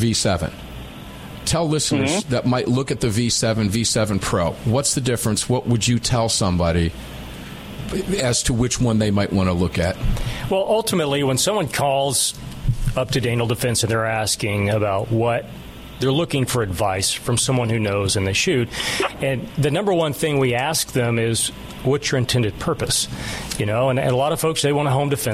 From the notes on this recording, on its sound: live from Daniel Defense